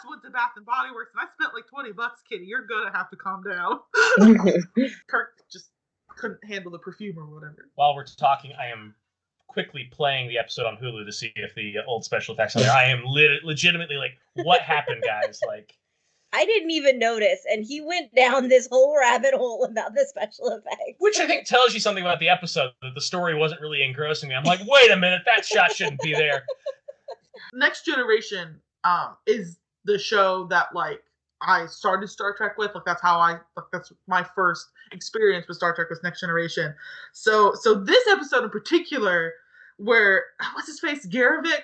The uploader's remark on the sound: While we are socially distancing due to COVID-19, the audio quality of the show may be a little haphazard.